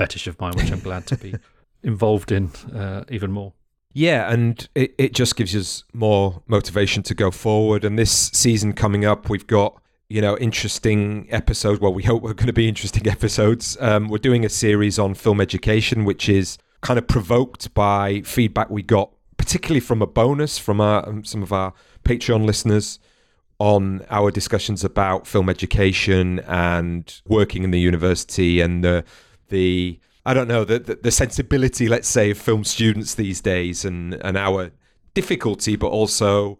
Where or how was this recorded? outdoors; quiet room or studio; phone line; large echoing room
quiet room or studio